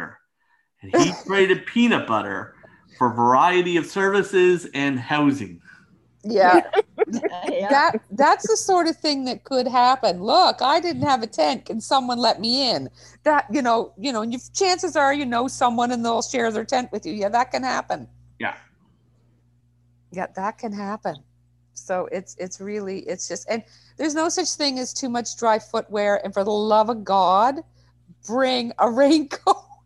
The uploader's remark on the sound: Sit around the Zoom table hopefully for the last time with hot beverages.